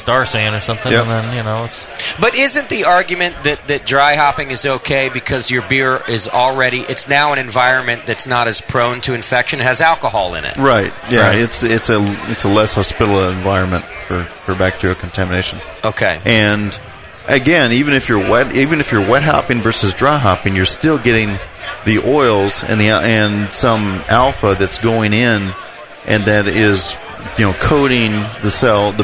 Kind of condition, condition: setting, busy venue